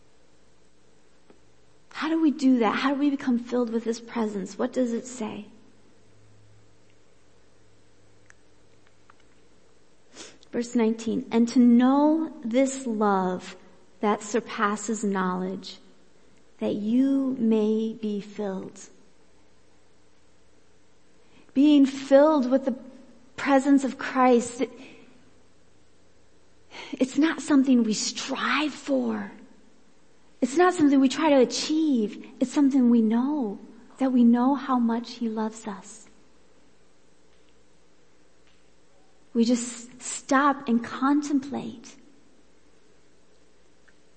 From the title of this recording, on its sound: Worship Service